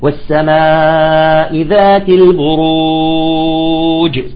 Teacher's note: نمد السماء هنا نقف عليها ب6 حركات عند الوقف · Term: العارض للسكون